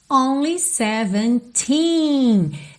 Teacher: a sílaba tônica de todos esses números com teen no final é justamente essa sílaba final